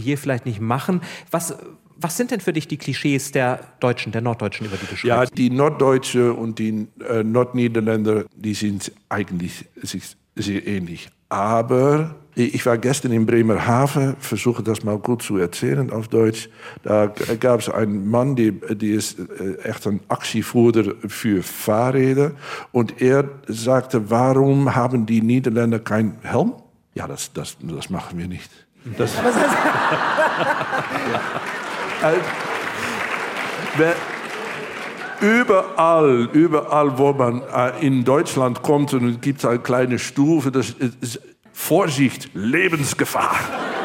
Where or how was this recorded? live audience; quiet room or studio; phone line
live audience